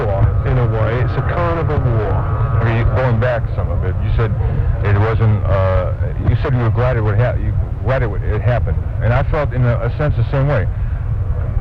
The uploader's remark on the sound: In the background you can hear people playing the old arcade game Space Invaders. The sound quality is poor (but Was even worse before I put it through some noise programs!). It was one of those times back in the day when you just grabbed a cheap tape and threw it in the deck and hit record.